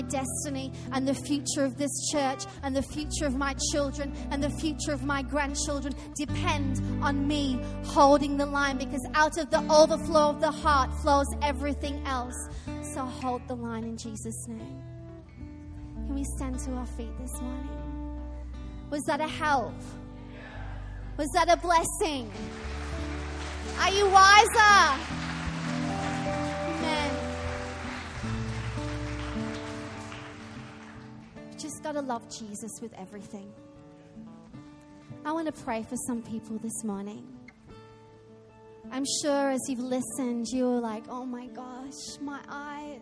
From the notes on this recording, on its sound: Recorded live at Life Church